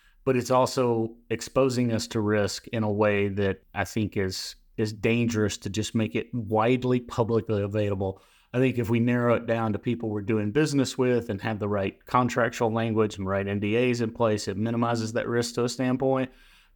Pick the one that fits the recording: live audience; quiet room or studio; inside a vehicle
quiet room or studio